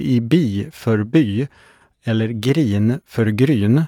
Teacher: Det i Vingåkerstrakten uppträdande i för y